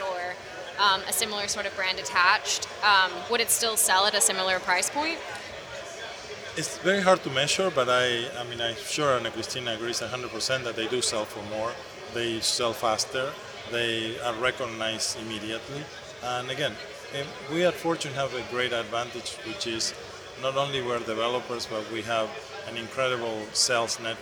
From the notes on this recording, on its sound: Deconstruct Live at The Real Deal's Miami Forum. In early November, the Deconstruct team flew to Miami for The Real Deal's annual showcase and forum. We're bringing you two interviews we recorded on site at the event.